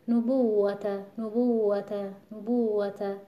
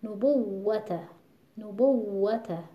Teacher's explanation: اگر این فشار نیاد، این واو مشدد شبیه واو مدی شنیده میشه، مثل اینکه من بگم نبوت نبوت نبوت، اما یه وقت میگم نبوت نبوت، دارم با این فشاری که وارد میکنم به این واو مشدد، در اصل تشدیدش رو، حق تشدیدش رو دارم به صورت کامل ادا میکنم · Shown in: second take